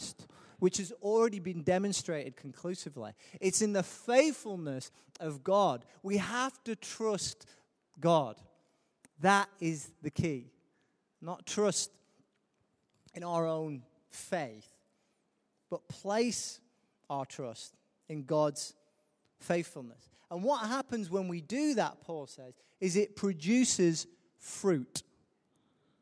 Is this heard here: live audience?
yes